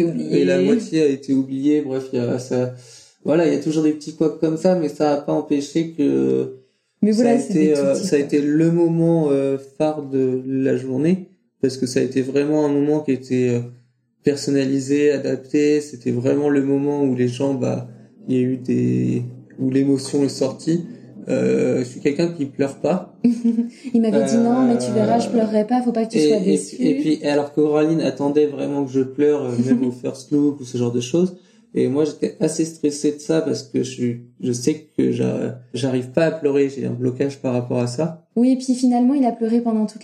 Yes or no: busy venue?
no